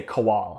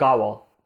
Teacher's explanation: Americans put the emphasis on the last syllable · Shown in: first take